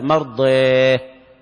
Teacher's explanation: وأيضا كلمة مرضات، بعض القراء يقف مثل الكسائي يقف بالهاء، غيره يقف بالتاء مرضاه، ويميل الألف مرضيه بهذه الطريقة، يقف الكسائي هكذا مرضيه، يميل الألف ويقلب التاء هاء، وهذا عند الوقف.